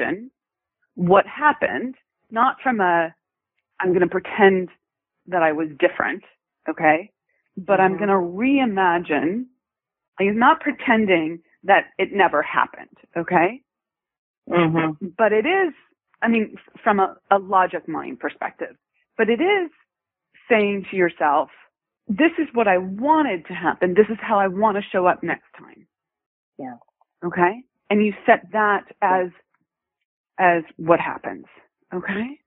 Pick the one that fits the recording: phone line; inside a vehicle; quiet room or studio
phone line